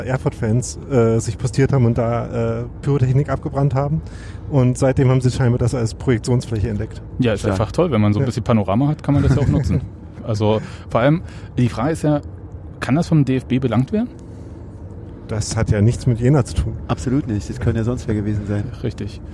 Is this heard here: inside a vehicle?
yes